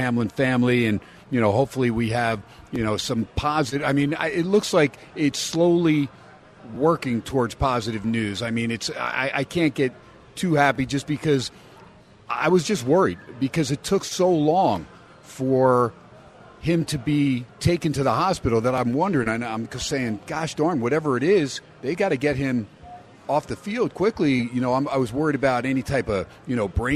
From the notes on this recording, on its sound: "Live" from Steiner's Pub in Las Vegas